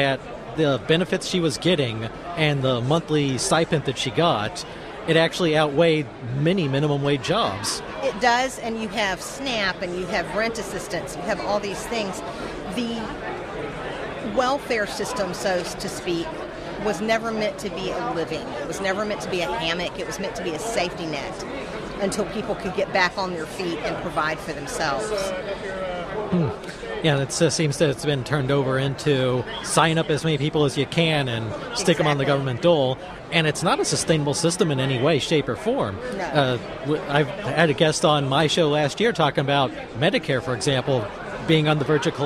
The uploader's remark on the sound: live from CPAC